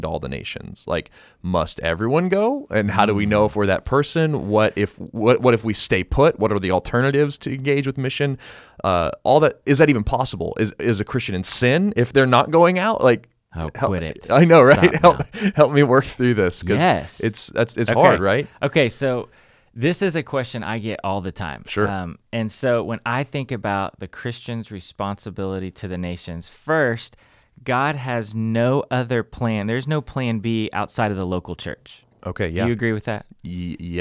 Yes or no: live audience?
no